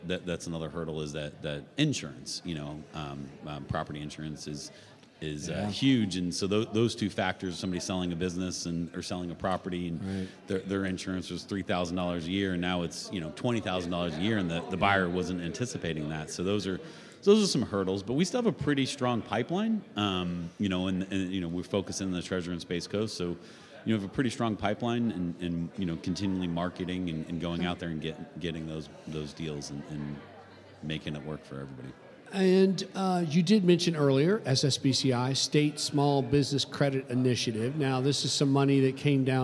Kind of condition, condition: setting, busy venue